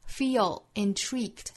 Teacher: 连读辅元连读，把舌侧音带出来